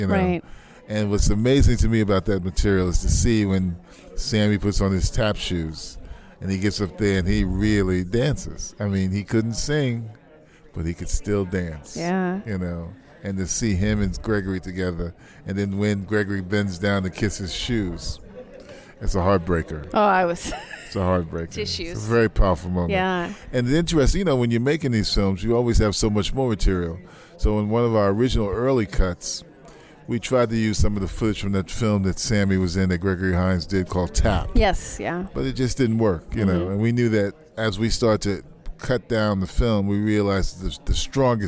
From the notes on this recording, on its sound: at Closing Night of the 38th San Francisco Jewish Film Festival